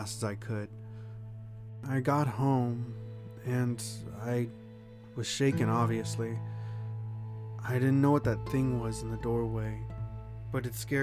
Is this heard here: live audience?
no